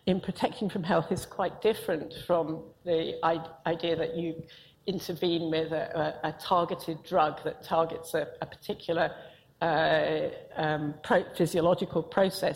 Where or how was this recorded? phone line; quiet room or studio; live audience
live audience